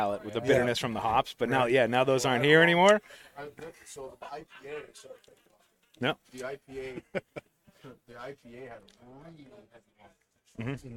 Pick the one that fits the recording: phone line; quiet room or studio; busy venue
busy venue